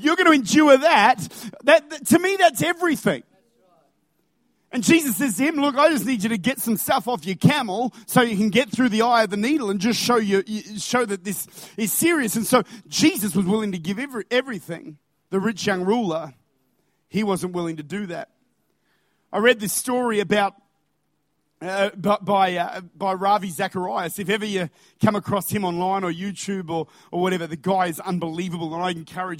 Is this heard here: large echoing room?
yes